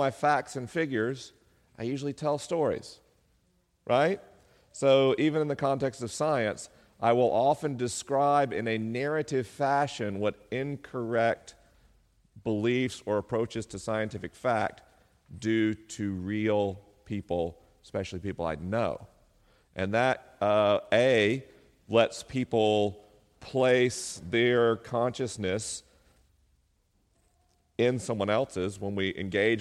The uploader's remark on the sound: LIVE in Tacoma, WA. This week is a live episode: the questions are unscreened and the answers are unrehearsed.